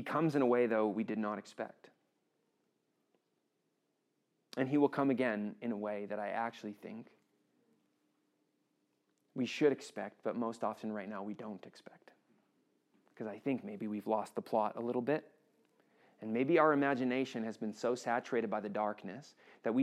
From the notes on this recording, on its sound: This session was recorded on December 7th 2023 at Brentview Baptist Church.